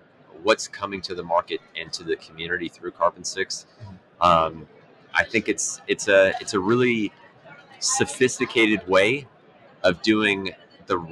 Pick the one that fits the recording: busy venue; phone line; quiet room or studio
busy venue